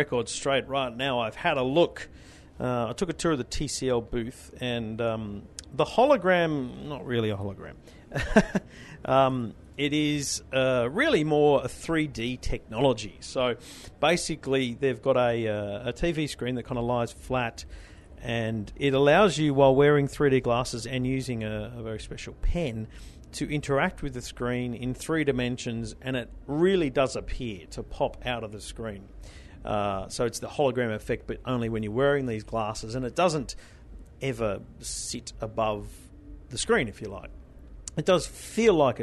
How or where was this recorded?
busy venue